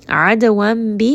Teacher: Adawam bi, ayn is going to be from the middle of the throat. Dal has qalqala, has a little bit of bounce. It is part of kutub jad, so make sure to give it that bounce.